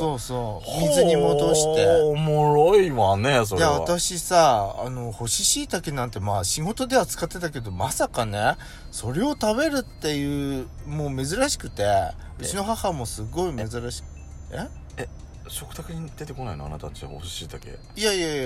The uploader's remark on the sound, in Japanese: パーキング収録